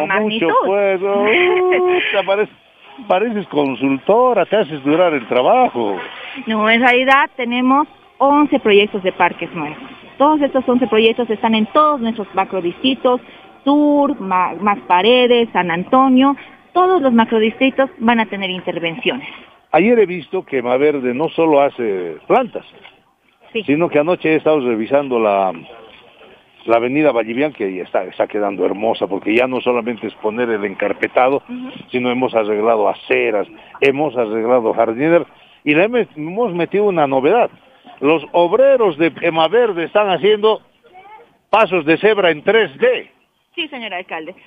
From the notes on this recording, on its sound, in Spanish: Realiza una nota desde el vivero de Aranjuez. Entrevista telefónica. Visita el parque Bartolina Sisa y conversa sobre los proyectos a ser implementados.